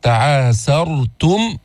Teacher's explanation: لاحظتوا السين مستفلة بعدين طلعت بالراء